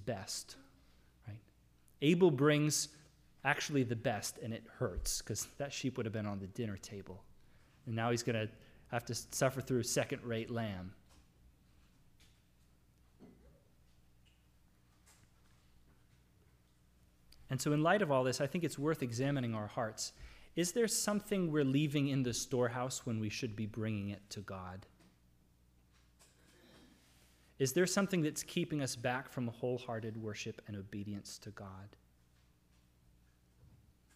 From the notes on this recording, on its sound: Sermon audio from the LBC worship service